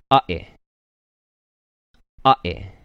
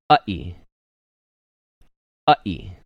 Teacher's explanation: a sharpness at the front and a break in the middle · Term: okina